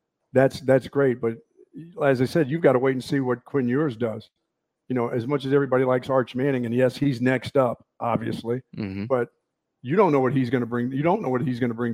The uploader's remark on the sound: LIVE from Lakecliff Golf Club in Spicewood!